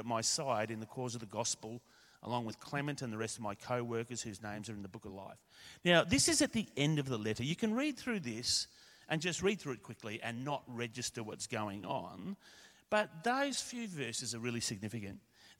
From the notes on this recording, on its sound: A recording of Shredder Sunday, our special service in Gayndah.